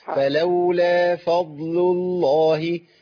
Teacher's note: اللام اسم الجلاله مفخمه